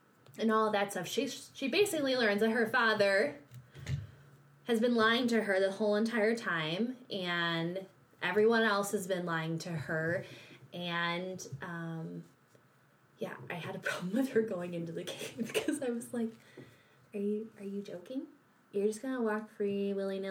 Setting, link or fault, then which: fault, background noise